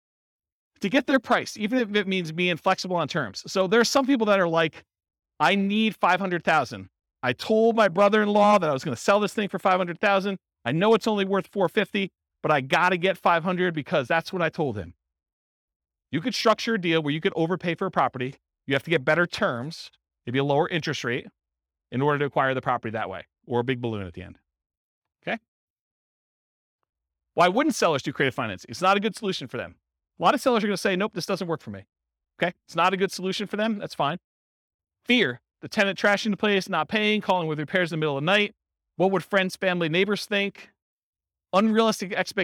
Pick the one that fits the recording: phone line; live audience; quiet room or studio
live audience